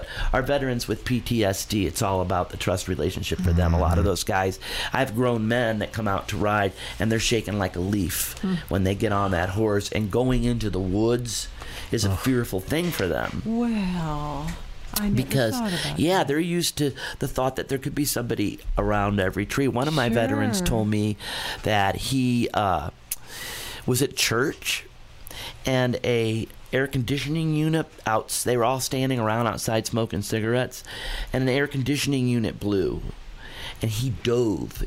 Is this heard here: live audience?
no